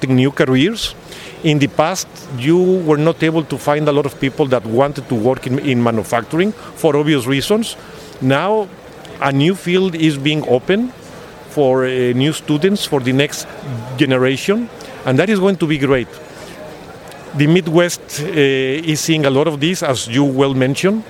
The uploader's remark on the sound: APEX 2023 – EMSNOW & SCOOP On Location